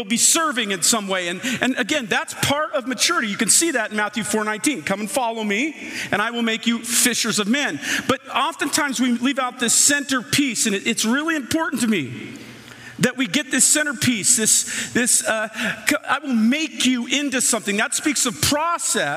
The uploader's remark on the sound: The following audio comes from the National Disciple Making Forum by Discipleship dot org. We had some great MainStage speakers.